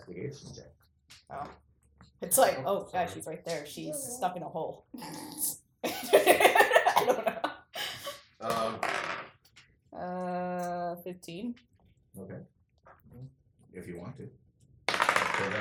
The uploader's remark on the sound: First and foremost, this is a rough pilot. This is more of a proof of concept and there are several issues including audio issues, and small noises.